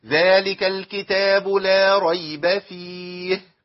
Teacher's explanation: من بيان الهاء المتطرفة اللي هي في آخر الكلمة